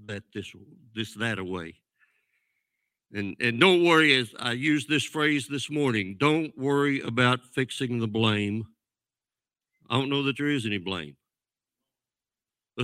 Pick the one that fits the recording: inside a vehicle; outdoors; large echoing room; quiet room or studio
large echoing room